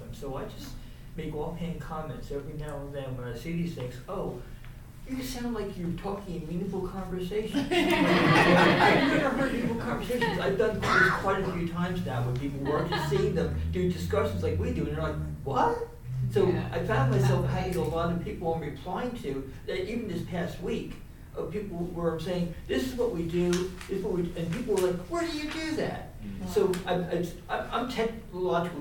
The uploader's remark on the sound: Live: At Harlem Heritage Center. We had the opportunity to do a live episode.